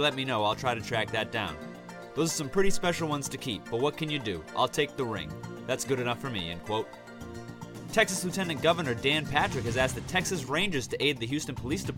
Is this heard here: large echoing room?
no